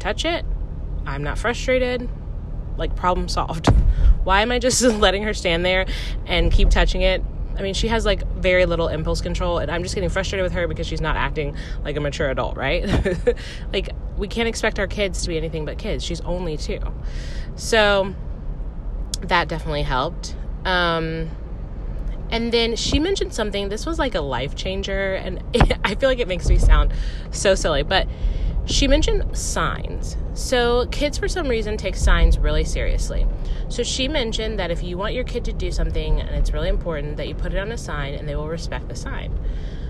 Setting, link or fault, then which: setting, inside a vehicle